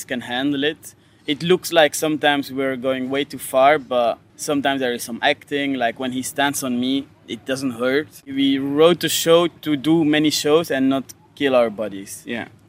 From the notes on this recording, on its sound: I talked with both brothers after their Czech premiere at Letní letná just in front of their small tent in the heart of festival.